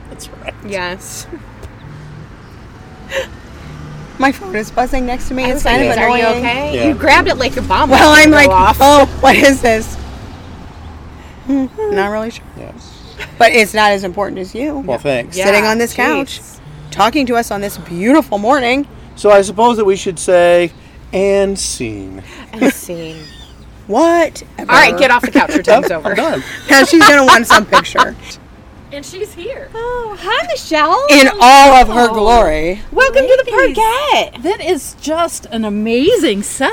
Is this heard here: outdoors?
yes